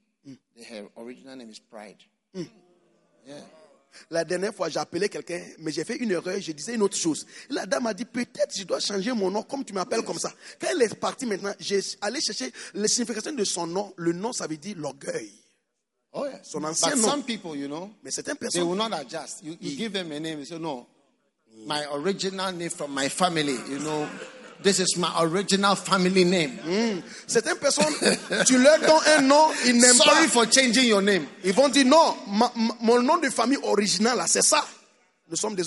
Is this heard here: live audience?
yes